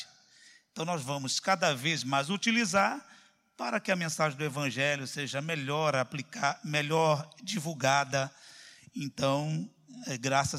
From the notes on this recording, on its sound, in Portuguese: CULTO AO VIVO